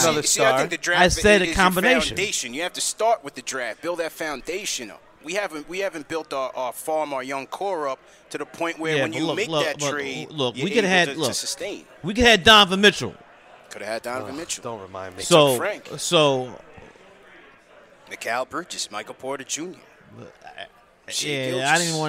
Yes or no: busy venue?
yes